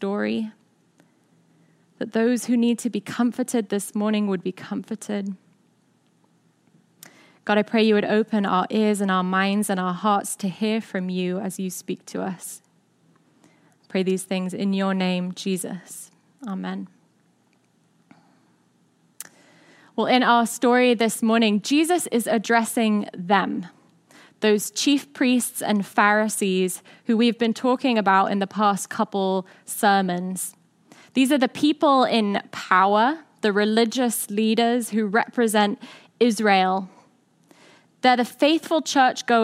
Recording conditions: large echoing room